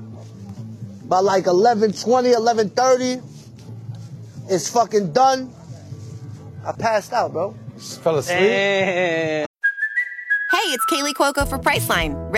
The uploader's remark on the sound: Live from the Coney Island boardwalk. Right after jumping in the freezing beaches of Coney for the annual Coney Island Polar Bear Club.